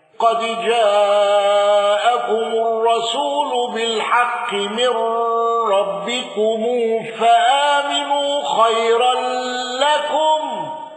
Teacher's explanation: قالون بتوسط المنفصل وسكون ميم الجمع والغنة